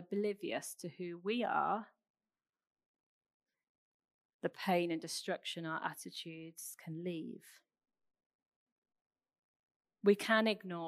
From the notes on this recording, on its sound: Recorded 27th June at Central Vineyard Northampton under covid conditions and restriction